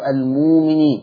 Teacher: الهمزة الساكنة يبدلها ورش حرف مد، يجيبها ألف يا واو يا ياء. بس خلي بالكم ان ليه شرط، ان الهمزة الساكنة دي كنا قبلها حرف من 7 حروف: الياء والتاء والنون، الميم والفاء والواو وهمزة الوصل.